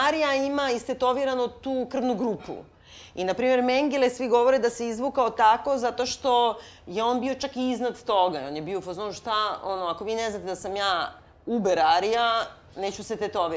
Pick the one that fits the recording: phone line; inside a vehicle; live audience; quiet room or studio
live audience